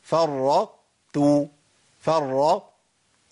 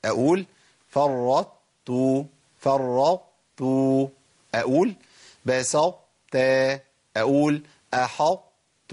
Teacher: مطلوب مني ان انا افضل في مخرج التاء لكن اجيب التاء الاولى مطبقه مستعليه